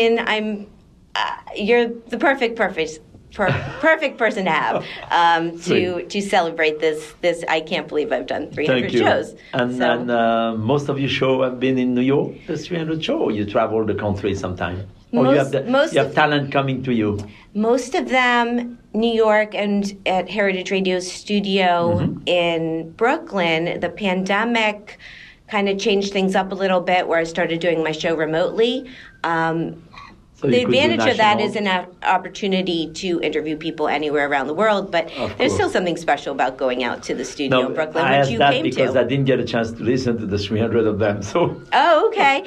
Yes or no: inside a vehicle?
no